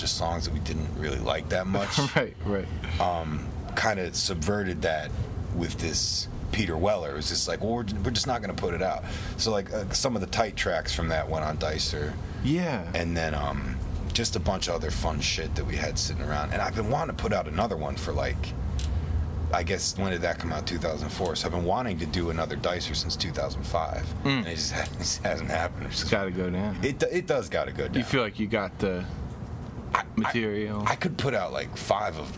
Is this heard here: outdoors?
yes